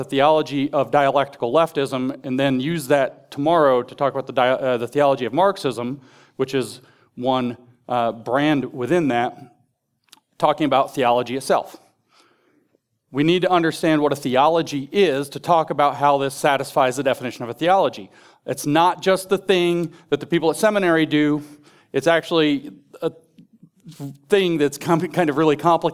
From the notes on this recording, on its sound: In this deep-diving presentation from The Theology of Marxism Conference.